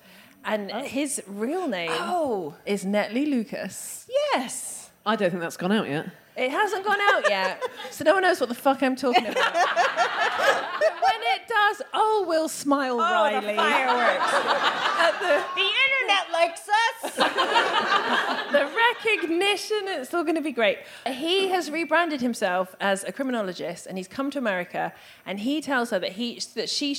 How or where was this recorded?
live audience